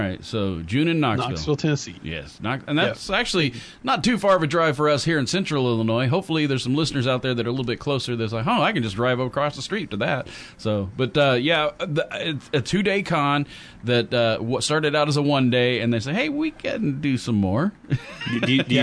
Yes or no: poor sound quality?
no